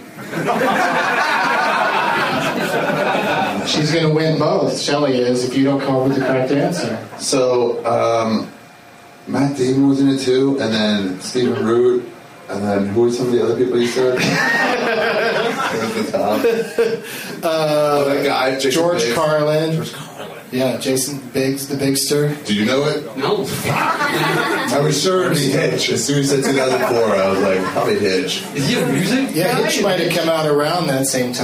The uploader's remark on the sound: plays against audience members at Comedy Bar in Toronto, ON, Canada